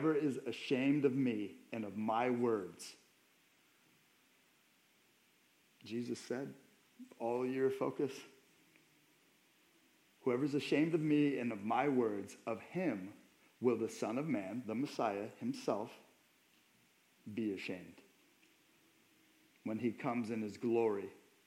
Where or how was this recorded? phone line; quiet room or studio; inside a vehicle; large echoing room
large echoing room